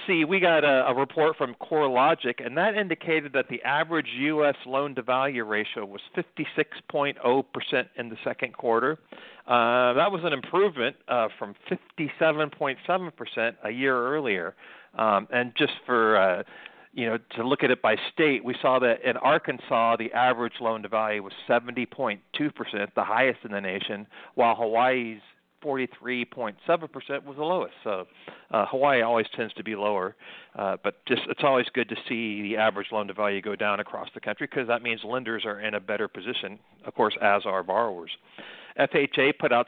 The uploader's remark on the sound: LIVE from the Motivity Conference in Denver, CO.